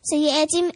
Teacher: ألف ألف مد بدل حركتين